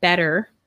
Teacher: you pronounce T like a D in the word better · Term: American accent